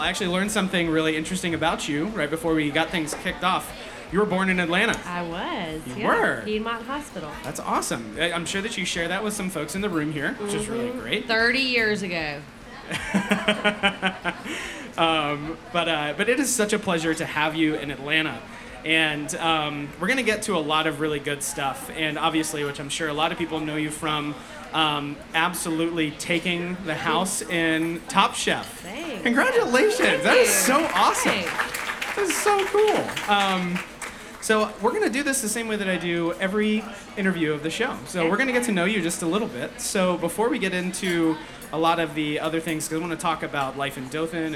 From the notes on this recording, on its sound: Sat down for a LIVE episode of the podcast in front of the brunch’s guests, which is what you’ll hear for this episode. You’ll get to catch some of the Q&A from the crowd as well.